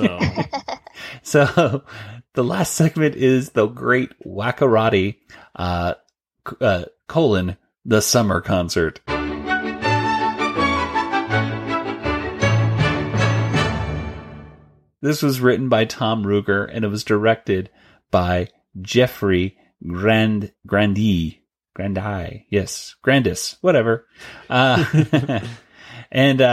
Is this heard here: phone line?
no